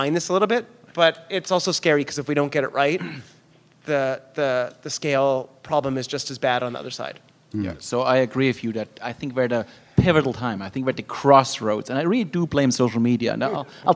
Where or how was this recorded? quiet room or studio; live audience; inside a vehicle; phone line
live audience